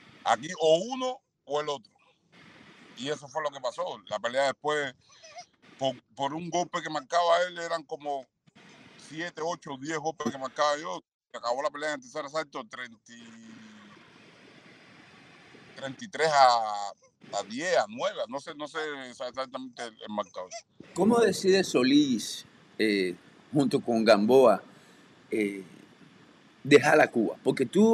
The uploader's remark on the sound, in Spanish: a pesar de la mala calidad del audio debido a problemas técnicos con la conexión